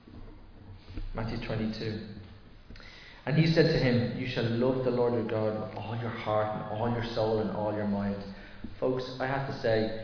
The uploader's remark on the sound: Recorded live in Liberty Church on 2 July 2023